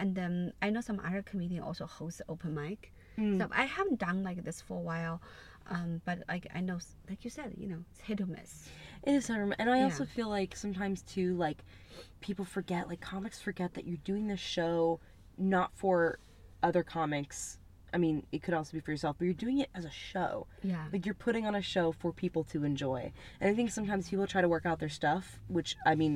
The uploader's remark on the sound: In The Car